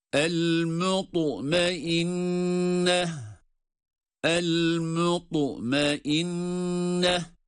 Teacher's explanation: ta harfi kalkalı harfi olduğu ve kalın olduğu için hem kalın okumaya hem de kalkalı sesini çıkarmaya özen gösteriyoruz. Çünkü burada ta harfi cezimli olduğu zaman kalkale sesi çıkmalıdır.